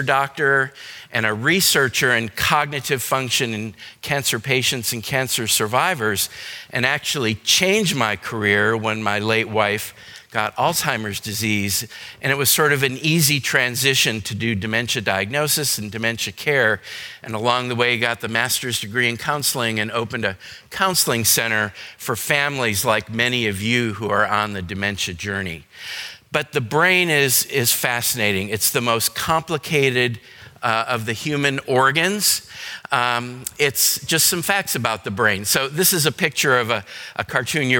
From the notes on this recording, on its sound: Today's podcast is a session recorded from our Alzheimer's and Dementia seminar held here at McGregor Baptist Church on February 19, 2022.